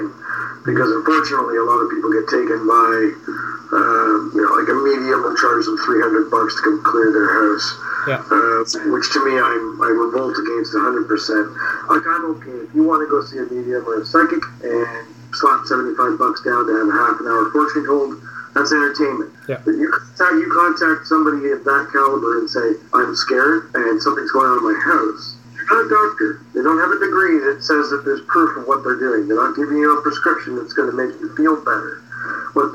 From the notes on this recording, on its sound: Had some audio difficulties but it was weird I have a paranormal guy on and we get some weird things happen.